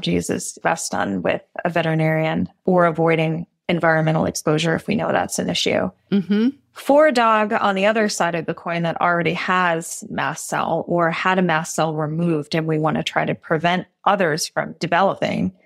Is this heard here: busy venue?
no